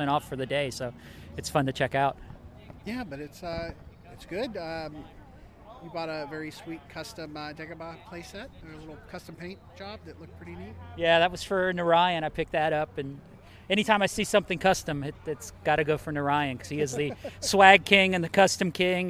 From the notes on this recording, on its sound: Live from the Toy swap. Goes live from the local toy swap this week.